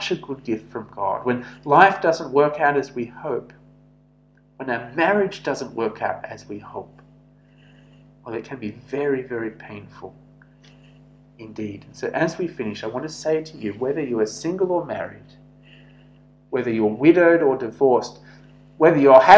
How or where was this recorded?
large echoing room